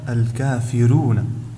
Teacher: فإن الراء تكون هنا مرققة عند ورش وتنطق هكذا الكافرون، ويجب إظهار ترقيقها الكافرون.